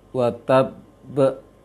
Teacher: tahan dulu baru dipantulkan karena dia bertasydid · Term: kokolah besar